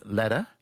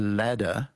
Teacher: And the difference is that with ladder, the one you climb up, you hold your tongue against the roof of your mouth or against your alveolar ridge, which is the bony bit behind your teeth, a little longer · Shown in: second take · and that makes the difference.